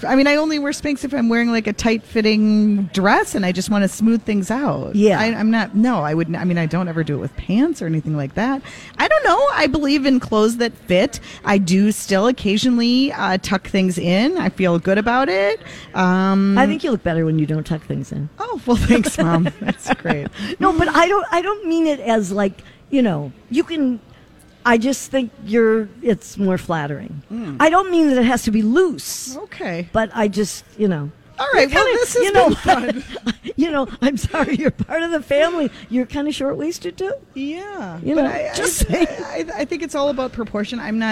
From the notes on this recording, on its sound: Broadcast Live at the Galleria for Small Business Saturday!